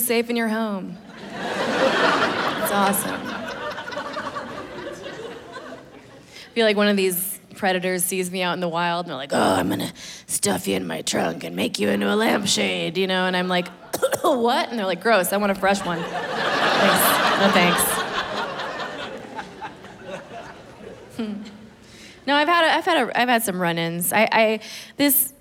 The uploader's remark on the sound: hour long special taped at the Gothic Theater in Denver, CO.